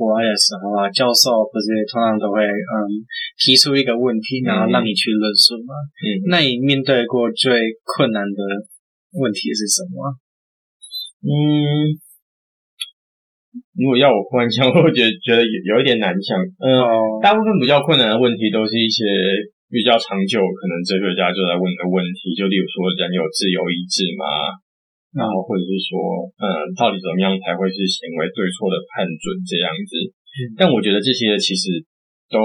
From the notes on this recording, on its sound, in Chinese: 這次去噪後音質超差，早知道當初就別買電容式的麥克風了